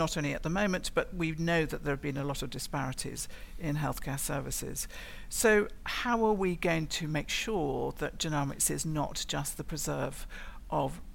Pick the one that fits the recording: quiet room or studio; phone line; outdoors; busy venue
busy venue